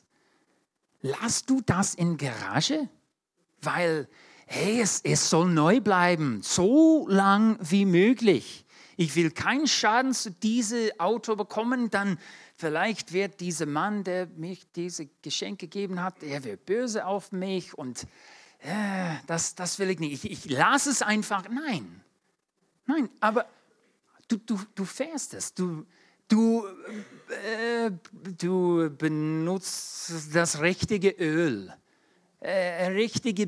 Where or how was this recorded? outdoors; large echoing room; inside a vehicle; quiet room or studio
large echoing room